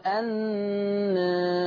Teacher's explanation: الالف انت مقللها مش اصل لو فتحتها تبقى النار، لكن انا بقول النار. · Term: التقليل